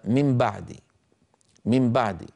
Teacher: النون من طرف اللسان مغنونة، الباء من الشفتين مجهورة ليس فيها غنة، فتأتي الميم فيها شبه بالنون وهو الغنة، وشبه بالباء وهو أنها من الشفتين. فالإنسان تلقائيا من غير تفكير يقلب النون إلى ميم، فيقول مثلا من بعدي، من بعدي.